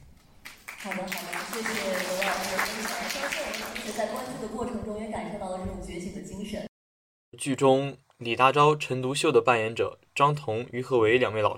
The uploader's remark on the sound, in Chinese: 主创团队做客北京大学。在百周年纪念讲堂李莹厅与北大师生展开了深入的交流。北京大学广播台记者来到现场，跟踪报道了这一场重大而珍贵的活动。